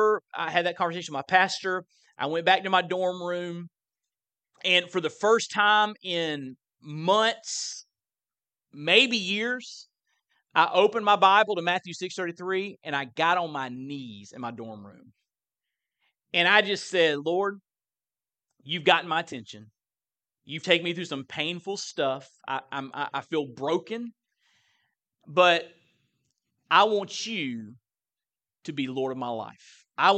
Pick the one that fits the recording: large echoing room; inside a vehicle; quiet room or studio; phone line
large echoing room